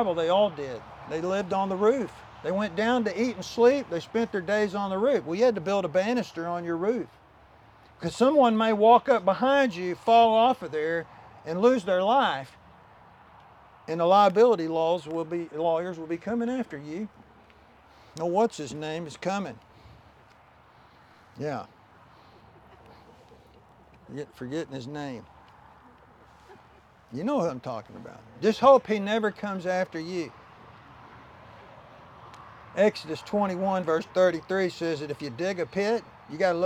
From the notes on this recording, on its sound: Land Dedication Service - outside at the new Cornerstone Baptist Church property.